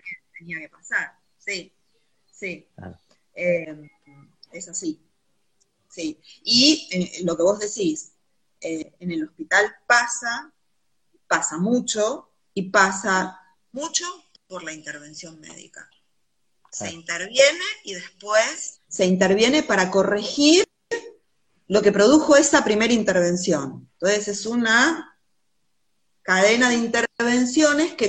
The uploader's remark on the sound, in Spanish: Audio de la charla en vivo por Instagram